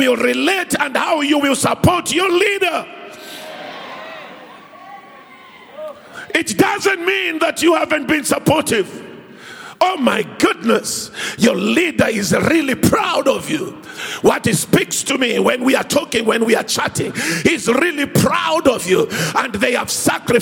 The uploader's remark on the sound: preached at the MOH Session, hosted at Grace Bible Church Pimville on the 13th of August 2022